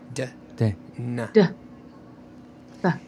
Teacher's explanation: the de, which is alveolar, is the tongue tip touching the ridge behind the top front teeth. And that's the usual place of articulation for an English t.